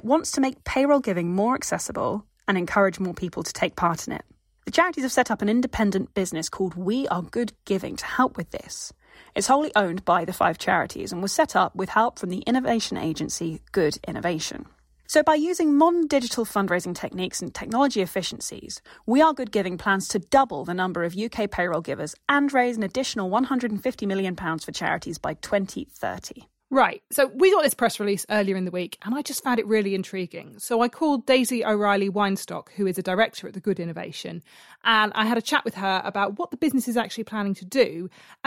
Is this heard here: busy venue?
no